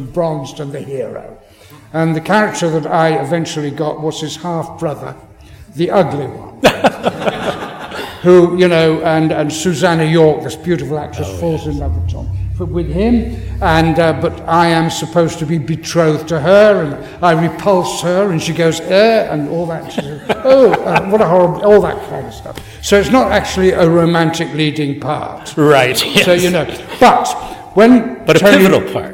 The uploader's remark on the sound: In front of a LIVE audience at Pensacon 2020.